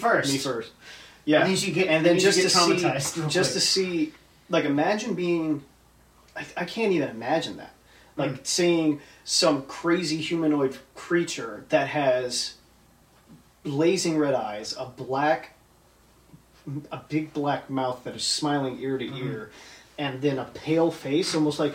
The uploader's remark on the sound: Sorry for the audio quality, our mics were having issues!